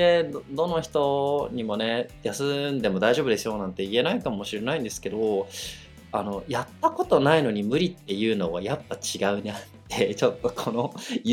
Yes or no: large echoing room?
no